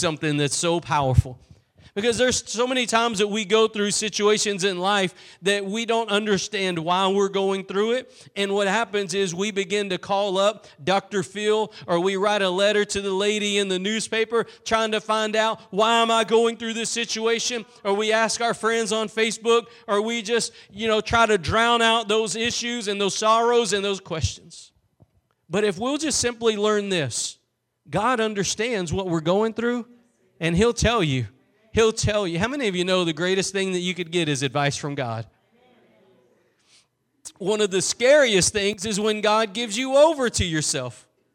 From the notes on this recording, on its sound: Preached at Gospel Lighthouse in Bossier City, La.